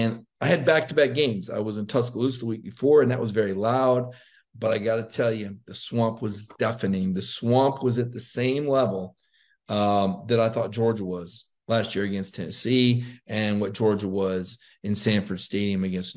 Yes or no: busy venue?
no